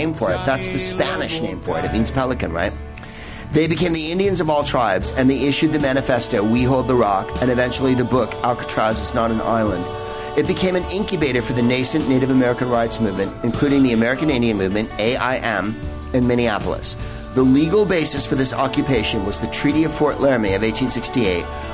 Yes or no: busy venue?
yes